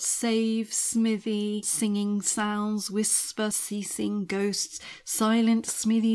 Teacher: these soft, sibilant S sounds that seem to open out from the word aspens in the title